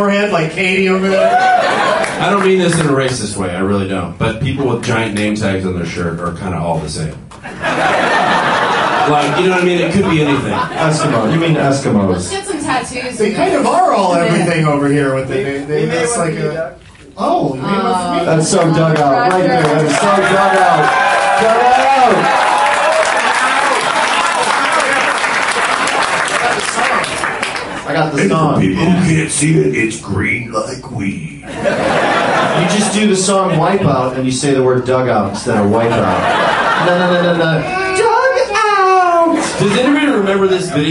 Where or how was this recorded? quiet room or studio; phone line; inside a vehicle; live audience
live audience